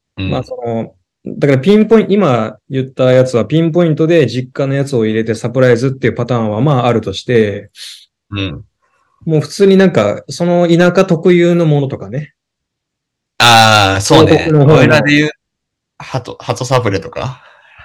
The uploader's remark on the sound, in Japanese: 今回は諸事情によりリモートでの収録です！聞こえづらくてすみません！